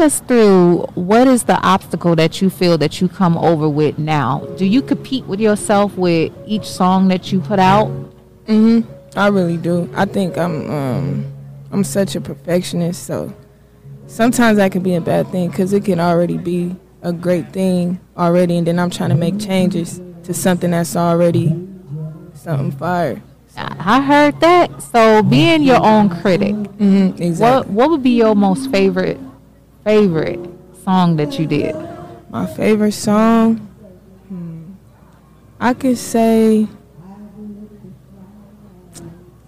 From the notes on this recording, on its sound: All interviews was LIVE broadcasted at " Making Stride Walk ". All interviews was LIVE broadcasted at " Making Stride Walk ".